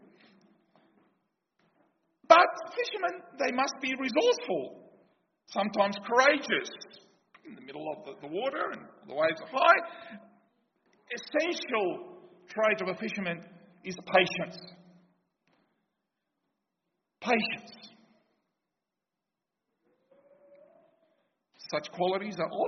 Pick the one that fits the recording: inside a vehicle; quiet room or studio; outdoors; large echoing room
large echoing room